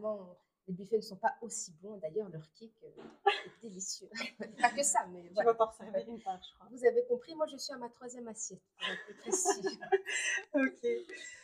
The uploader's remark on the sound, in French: Je m'excuse pour les bruits de fond et de micro.